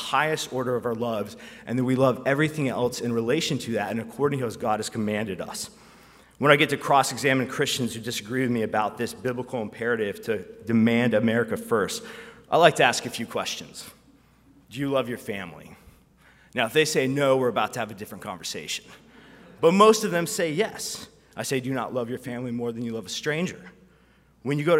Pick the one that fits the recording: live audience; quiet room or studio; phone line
live audience